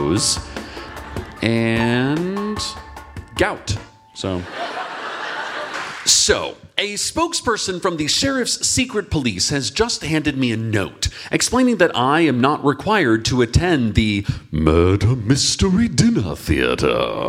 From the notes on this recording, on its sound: Clips from our new live recording, The Investigators.